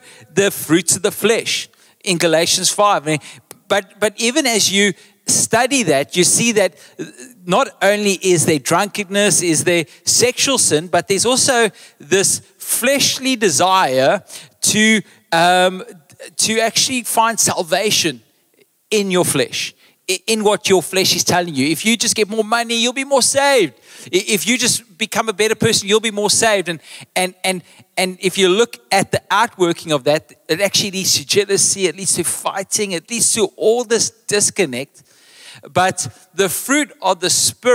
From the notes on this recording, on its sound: Recorded live on Sunday 11th June the 2023